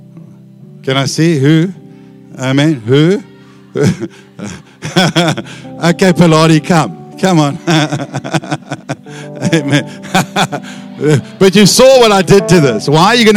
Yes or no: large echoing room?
yes